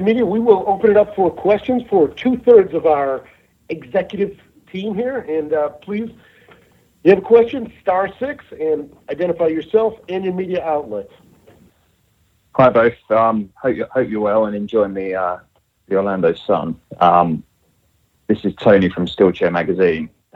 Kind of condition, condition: link, phone line